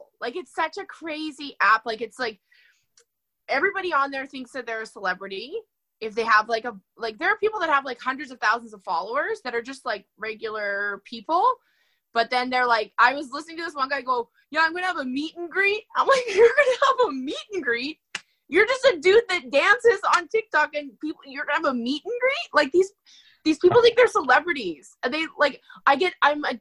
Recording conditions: video call